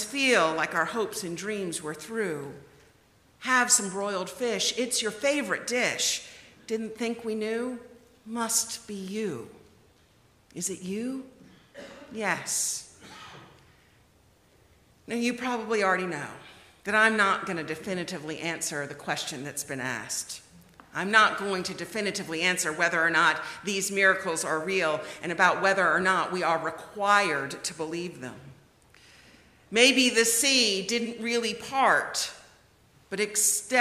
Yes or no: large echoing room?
yes